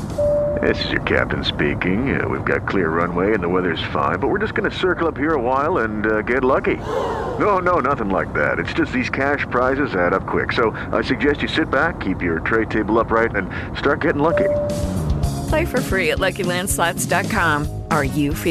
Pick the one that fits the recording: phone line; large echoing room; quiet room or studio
phone line